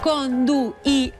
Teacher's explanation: La dièresi en la I intervocàlica indica que la I és una vocal i que, per tant, es llig en una síl·laba diferent